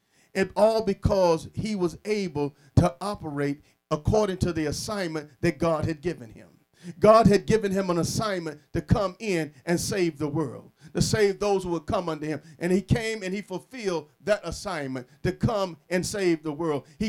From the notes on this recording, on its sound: Sermon preached from Wesley AME Zion Church